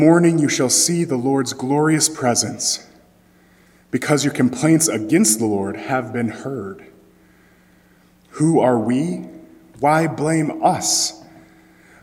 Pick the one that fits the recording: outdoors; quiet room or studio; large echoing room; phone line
large echoing room